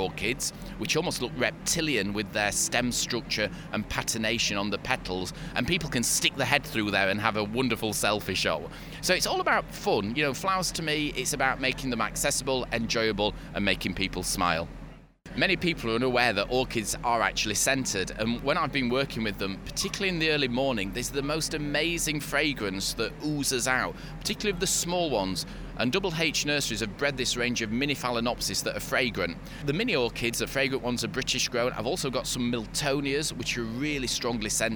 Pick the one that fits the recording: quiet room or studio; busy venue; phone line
busy venue